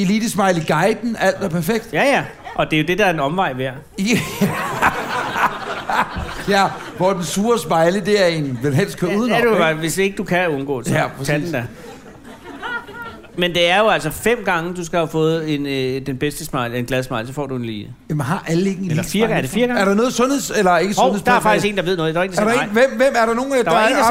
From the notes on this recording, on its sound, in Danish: Er landet i et meget sneklædt Vordingborg. Her sender de afsnit 57 i ly af Gåsetårnet – LIVE på spillestedet STARS.